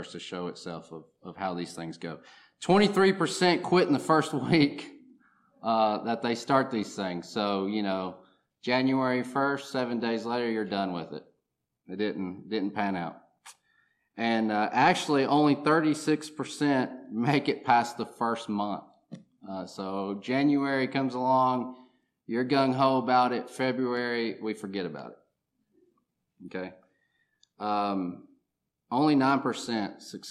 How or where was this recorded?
large echoing room